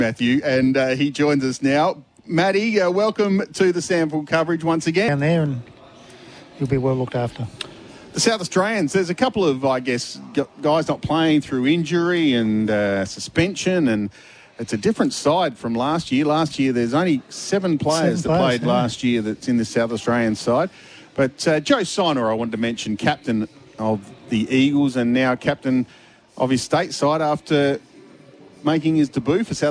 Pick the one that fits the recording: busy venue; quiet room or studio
busy venue